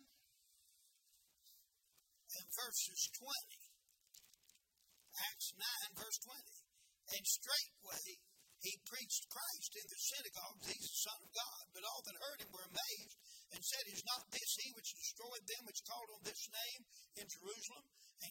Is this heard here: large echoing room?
yes